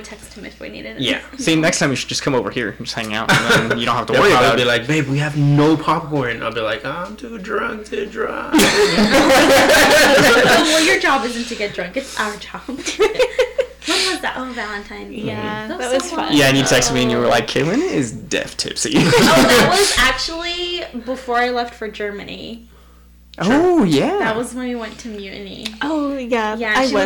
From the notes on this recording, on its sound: Please forgive the grainy audio as we were all dealing with a new recording software.